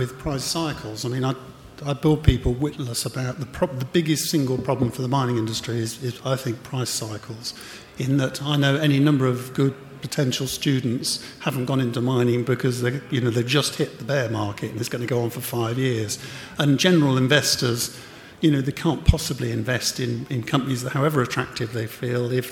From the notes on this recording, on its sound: recorded live at The Northern Miner's Canadian Mining Symposium at Canada House in London, U.K., in April 2018